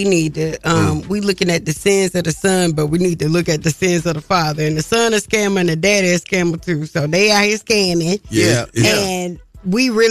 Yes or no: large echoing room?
no